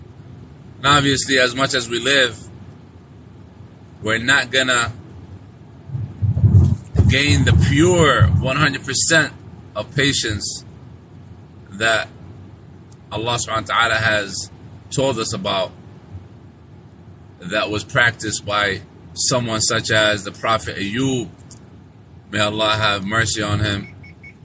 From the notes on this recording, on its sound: This was a live streaming that was made while driving.